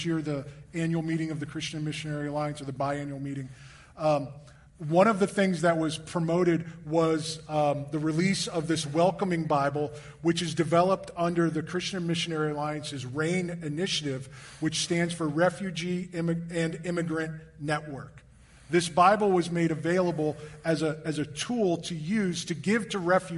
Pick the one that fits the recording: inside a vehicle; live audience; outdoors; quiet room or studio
live audience